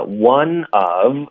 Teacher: one of v 的音就省了，不要了